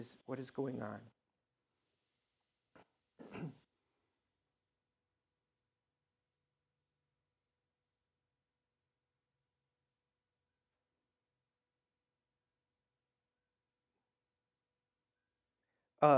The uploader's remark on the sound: These Dharma talks were recorded at Muddy Water Zen Buddhist temple in Royal Oak, Michigan.